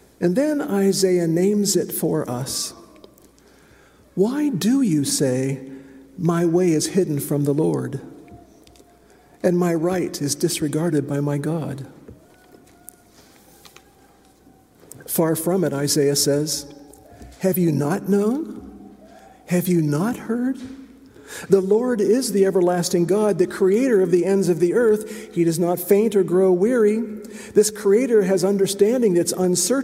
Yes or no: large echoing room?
yes